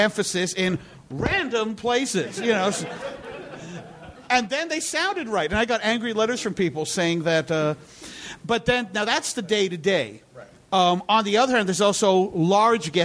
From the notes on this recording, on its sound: Live from NY! Recorded at 61Local in Brooklyn on October 1, 2012.